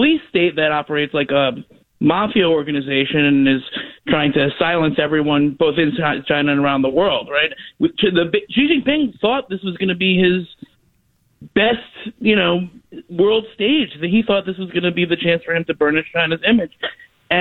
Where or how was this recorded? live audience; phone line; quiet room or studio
phone line